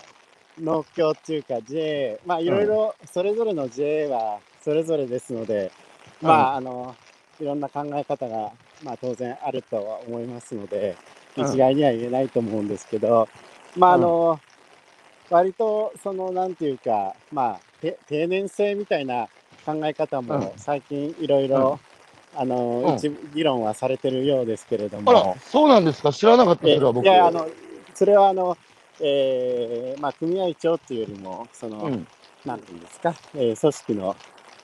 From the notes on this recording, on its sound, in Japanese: 歩きながら1時間、対談する